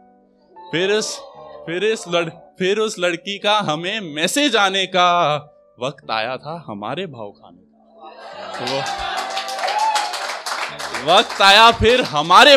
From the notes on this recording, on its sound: audio performances from our weekly poetry events